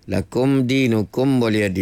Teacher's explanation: mim mati tu tak ada dengung